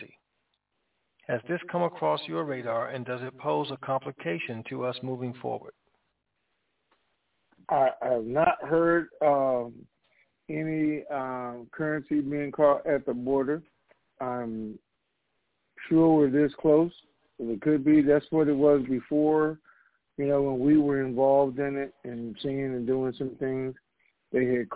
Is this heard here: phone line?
yes